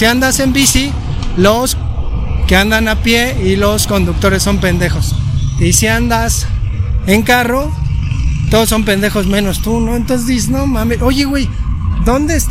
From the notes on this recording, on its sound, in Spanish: En este episodio caminamos y grabamos durante horas.